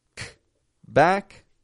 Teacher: Some people may say, no, you don't release it at all. But I've noticed in my own speech, I'll release K lightly.